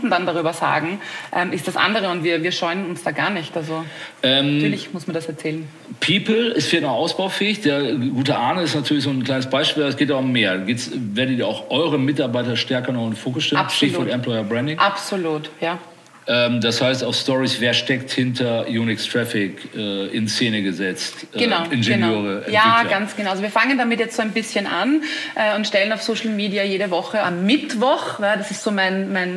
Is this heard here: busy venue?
yes